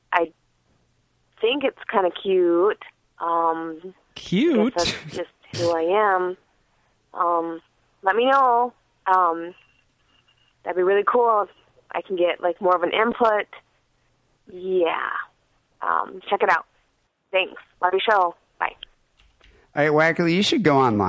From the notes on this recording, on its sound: Phone Calls.